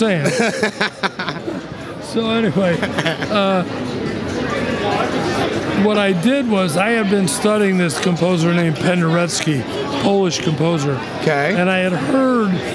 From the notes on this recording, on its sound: Recorded Live from the "New Jersey Horror Con and Film Festival" at the Showboat in Atlantic City, New Jersey.